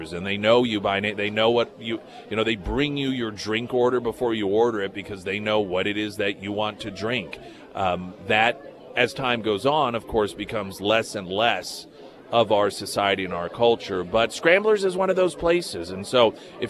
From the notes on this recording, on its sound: live at Scramblers Diner for the Friday Road Show